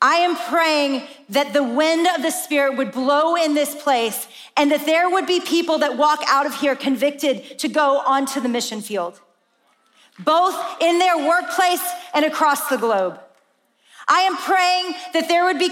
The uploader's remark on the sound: In this special episode from AWAKEN Conference 2022.